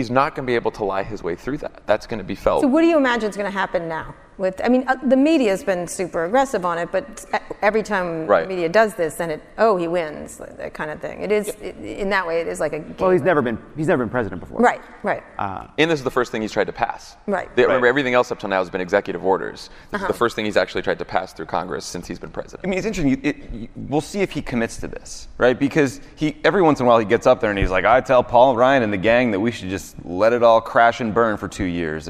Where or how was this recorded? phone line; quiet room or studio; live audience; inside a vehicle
live audience